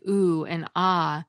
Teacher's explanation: vowels articulated in the back of the mouth and with a more open vocal tract like oo and ah have a lower frequency